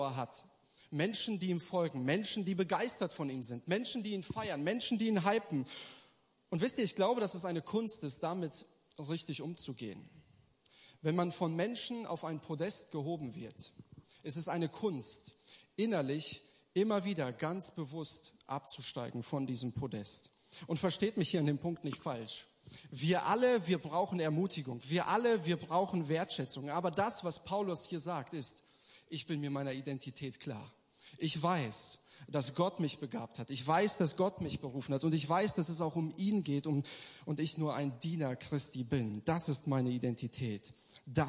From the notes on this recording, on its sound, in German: Gottesdienst der Kirche für Bonn